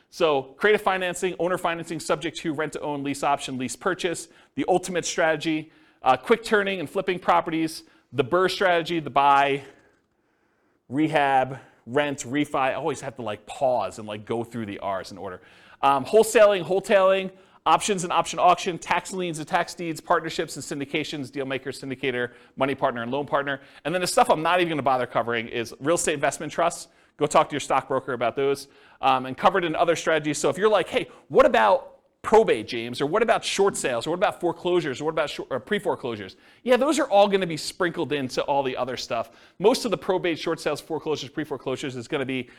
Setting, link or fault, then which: setting, live audience